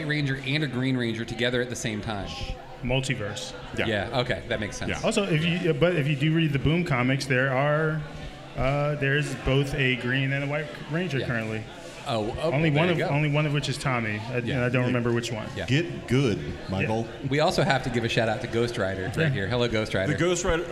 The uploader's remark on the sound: Live From Free Comic Book Day 2023! Live at Tosche Station for Free Comic Book Day 2023!